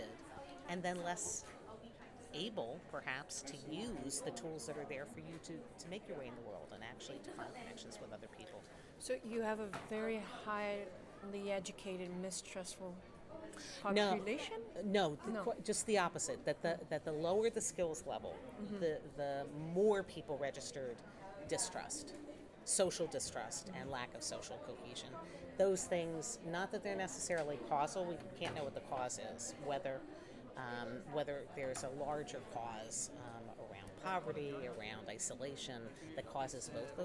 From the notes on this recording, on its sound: Live from Mozfest.